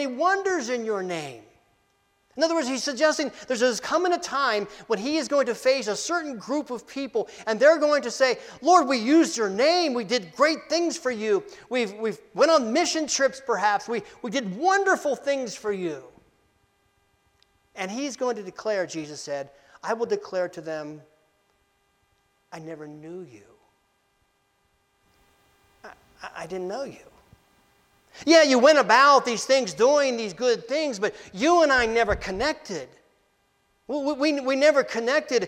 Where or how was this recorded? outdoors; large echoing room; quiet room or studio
large echoing room